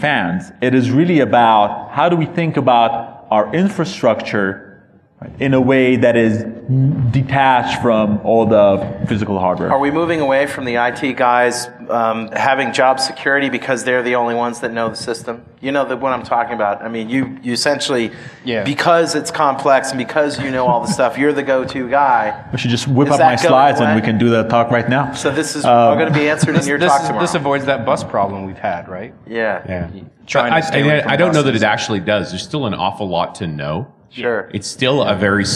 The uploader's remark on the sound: Another panel discussion from DevConnections.